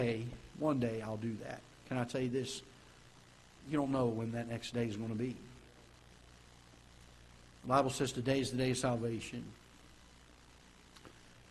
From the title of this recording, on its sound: Ketha Heights Baptist Church ~ Live Broadcast